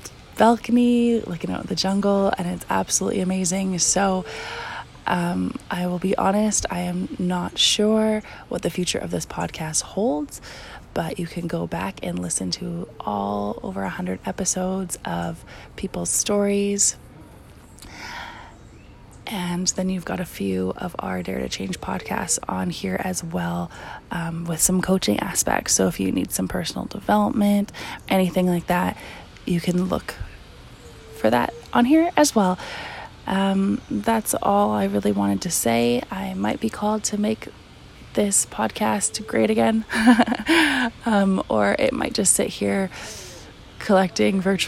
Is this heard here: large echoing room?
no